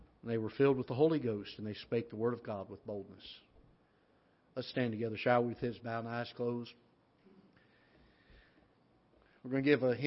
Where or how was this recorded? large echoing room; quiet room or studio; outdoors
large echoing room